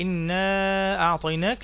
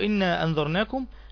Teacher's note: لانفصال حرف المد عن الهمز، يعني لأنه يفصل بين كلمتين. تمام، حكمه جواز مده من 4 إلى 5 حركات وصلا · Term: المد الجائز المنفصل